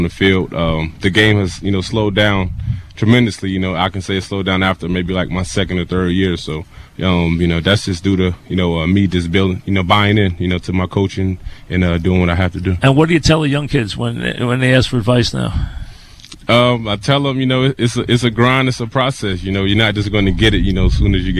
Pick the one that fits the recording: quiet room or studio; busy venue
busy venue